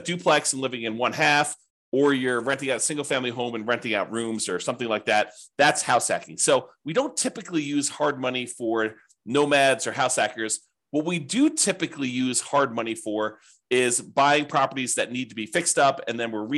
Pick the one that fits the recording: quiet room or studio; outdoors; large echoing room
quiet room or studio